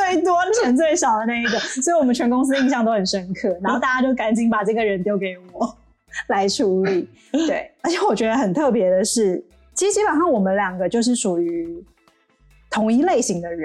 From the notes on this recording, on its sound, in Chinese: 本集錄音小狀況，聽感請多見諒。